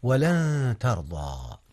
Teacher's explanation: أخفيت نون لن قبل التاء، والتاء من أحرف الإخفاء